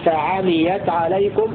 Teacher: وقرأ الباقون فعميت عليكم بفتح العين وتخفيف الميم مبنيا للفاعل